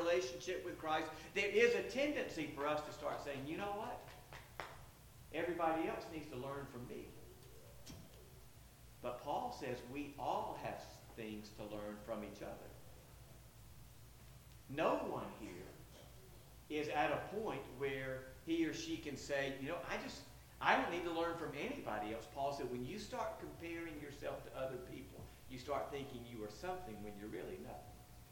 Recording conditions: uneven or low level